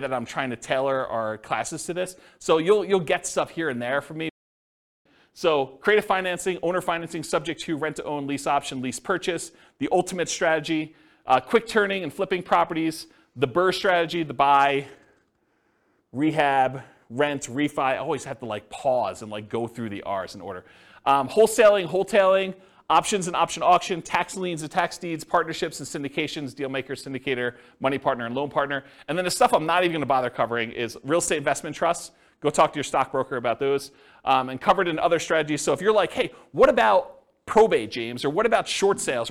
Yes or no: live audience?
yes